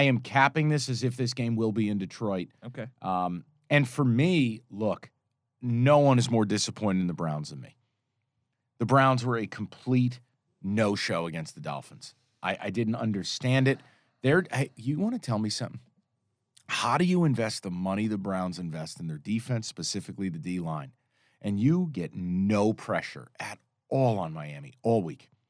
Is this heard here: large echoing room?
no